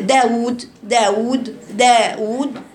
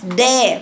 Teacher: يعني كل الحرف اللي هو حرف الدال رقيق لكن بوسطية، ما تزوديش في رقته يصبح ممال · Shown in: first take · تبقى دا. وتجيبيها ازاي خطأ؟